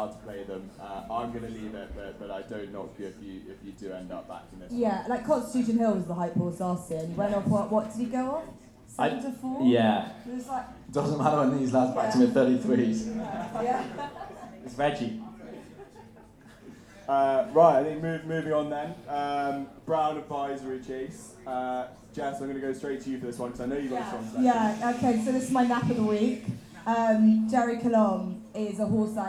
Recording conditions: live audience